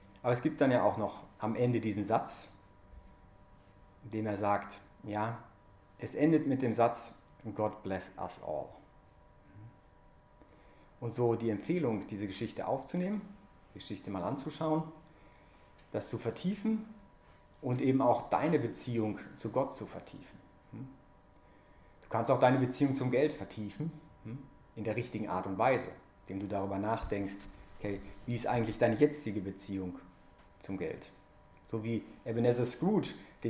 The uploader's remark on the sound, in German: während der "BeFree Messe" am 6-3-2021 im Zentrum Johannes Paul II.